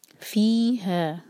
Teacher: فی اور ہا دونوں مد تبعی ہیں، دو دو حرکات کھینچیں گے